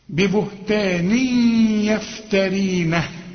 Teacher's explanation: ببهتان عندك كسرتين وبعد الكسرتين حرف الياء، والياء من حروف الادغام، هنا في غنه